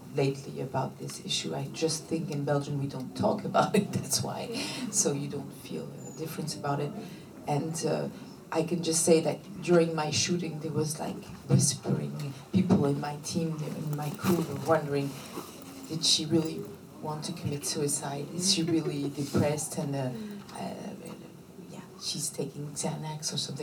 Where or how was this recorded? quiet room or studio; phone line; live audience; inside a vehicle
live audience